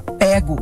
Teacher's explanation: Essa forma aberta, pego, já é mais coloquial e se é aberto, é da oralidade, mas também é considerada certa.